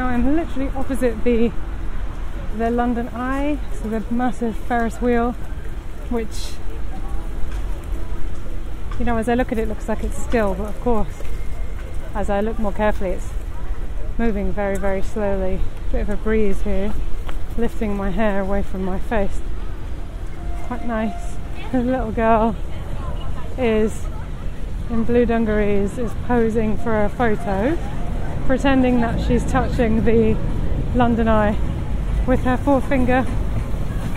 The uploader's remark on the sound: Thames Embankment. This podcast is recorded in 3D sound! She invites you to join her out and about as she captures those small, magical moments of everyday life, in sound.